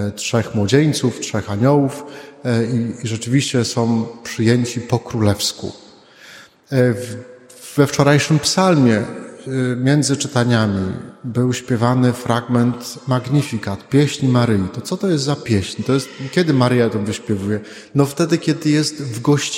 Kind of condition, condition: setting, large echoing room